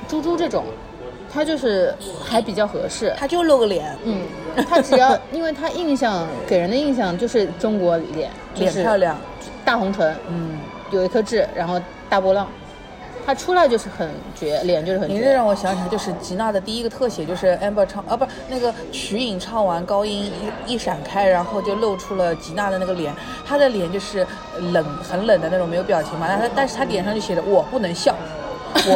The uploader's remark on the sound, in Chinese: 每次录制基本都是在餐厅吃饭，没有条件升级录音设备。映彩餐厅。